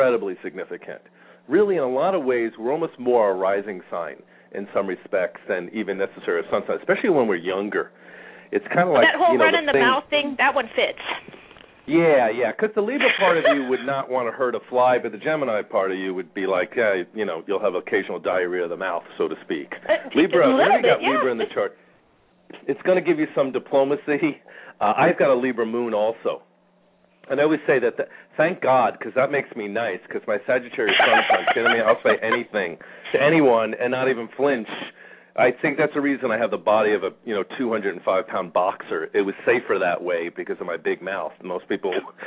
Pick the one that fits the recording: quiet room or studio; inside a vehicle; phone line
phone line